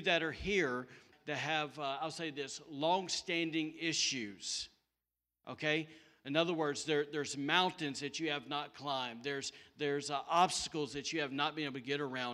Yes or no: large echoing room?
yes